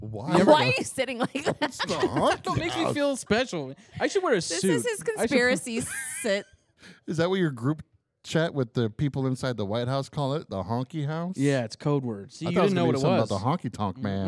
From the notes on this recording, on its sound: Taped live from Taproom-120 in Gilbert, AZ, home of SCAREDYCON!